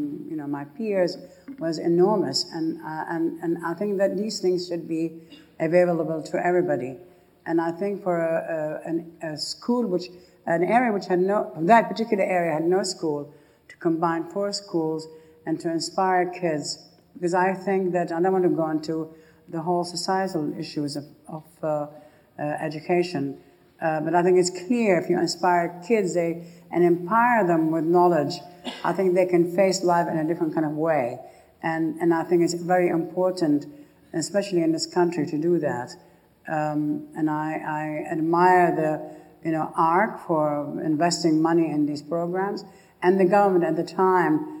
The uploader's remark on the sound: The annual Stephen Lawrence Memorial lecture in 2011. In a talk captured in archival footage from the RIBA Collections.